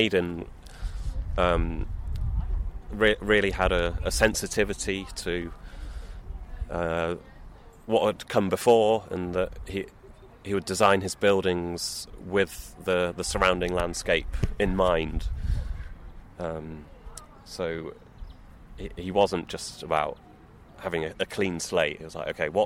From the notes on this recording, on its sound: We recorded in a park. It was in Kings Heath Park, south Birmingham - famous as the location of the BBC Gardener's World garden.